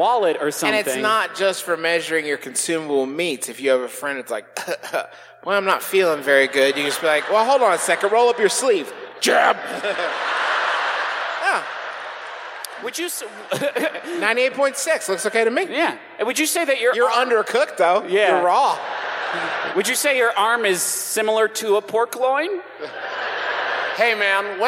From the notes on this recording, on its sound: We’re scattered hither and yon this week, so here’s our recent live show from the Shire-esque paradise known as Salt Lake City.